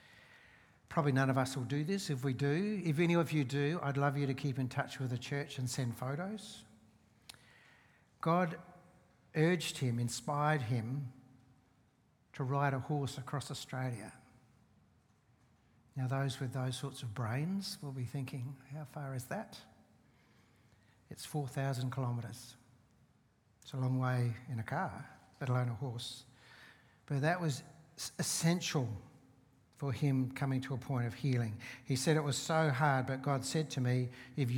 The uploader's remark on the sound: Seeds Church Live